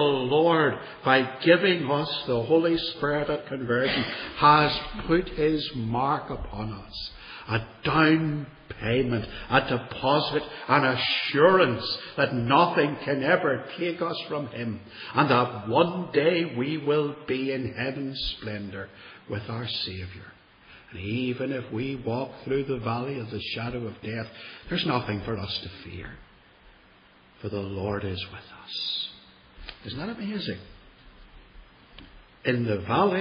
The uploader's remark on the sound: This one dates from 2013, and was preached at Templepatrick Reformed Church, and is reproduced here without editing.